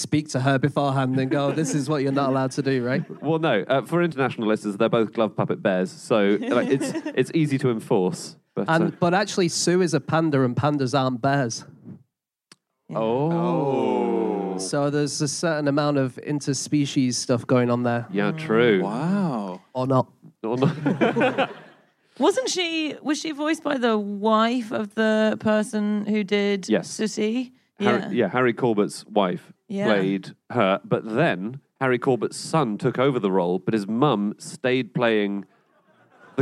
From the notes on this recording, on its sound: Live from Cardiff.